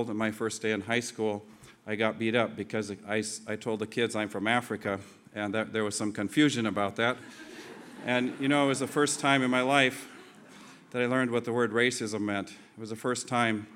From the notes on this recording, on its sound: This two-part podcast was recorded at the 2008 International Achievement Summit in Kailua-Kona, Hawaii.